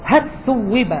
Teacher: هل ثوب، أدغم اللام في الثاء · Term: الإدغام